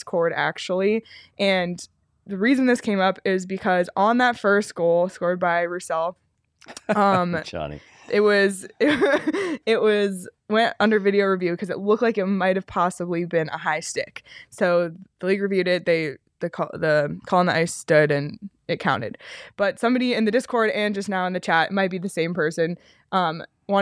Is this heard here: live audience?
no